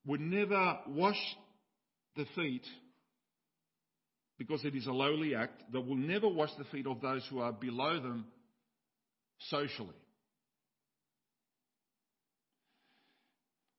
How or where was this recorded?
large echoing room